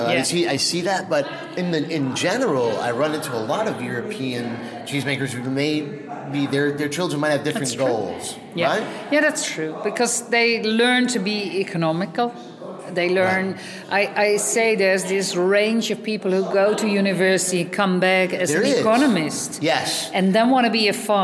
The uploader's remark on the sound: reports live from Bra Cheese.